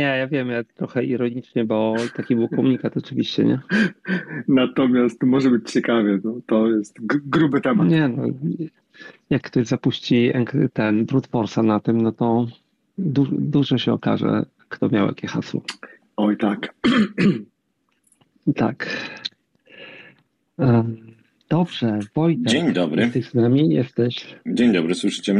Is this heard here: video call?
yes